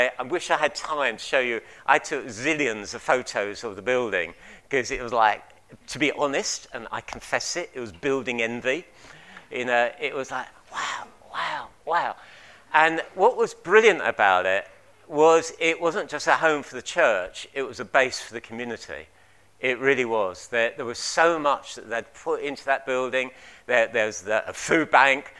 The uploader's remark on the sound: At King's Church, Cockermouth, as an audio file.